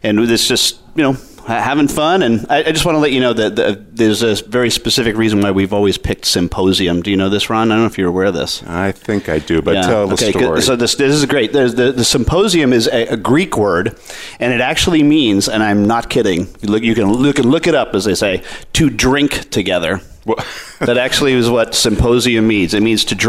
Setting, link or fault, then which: setting, busy venue